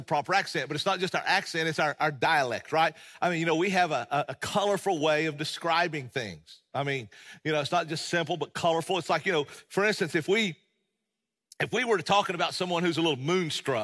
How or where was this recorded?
large echoing room